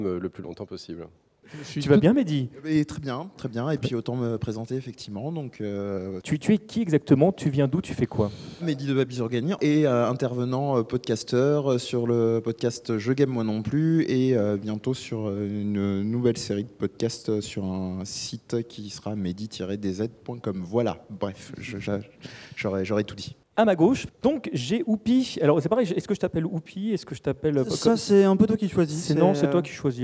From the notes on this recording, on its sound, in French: L'émission à été enregistrée lors du 1er Forum du Jeu Vidéo de Livry-Gargan le 30 janvier 2016.